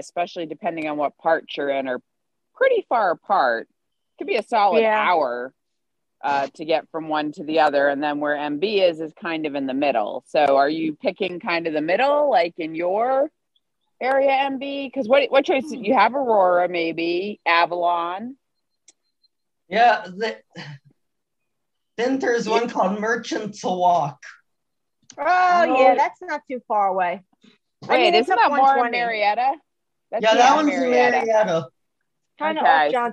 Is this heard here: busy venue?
no